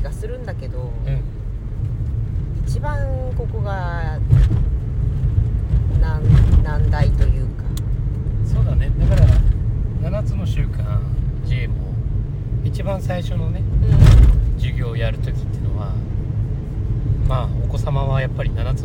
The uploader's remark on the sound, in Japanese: 久しぶりに移動中の車の中から収録でお届け！動物病院へ行く道すがら。